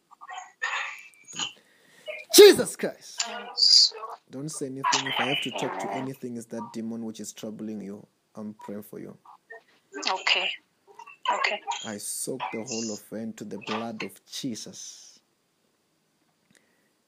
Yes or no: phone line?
yes